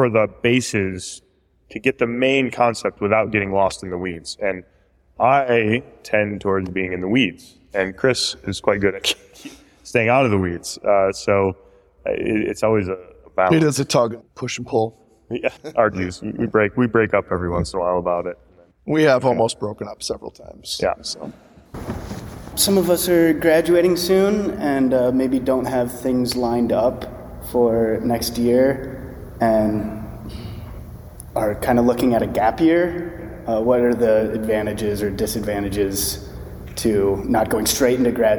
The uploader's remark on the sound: PlanetGeo LIVE at Grand Valley State University